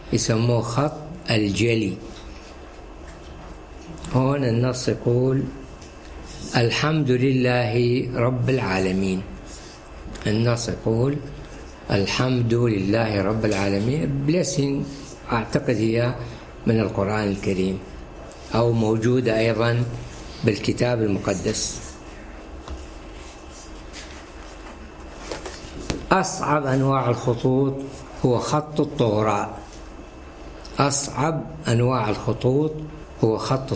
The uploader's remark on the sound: Two presentations and the first panel discussion of the Silent University event which took place at the Oxford Department of International Development on 20 May 2014.